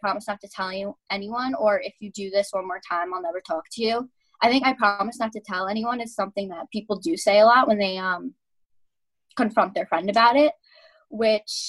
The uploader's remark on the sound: In this Roxboro House Roundtable, sponsored by Thomas Jefferson University's Arlen Specter Center. A zoom roundtable.